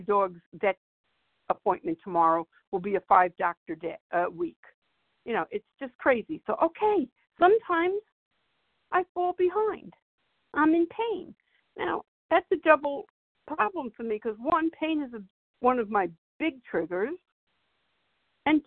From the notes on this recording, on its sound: from the 100 Pounders Phone Meeting, 1/31/24.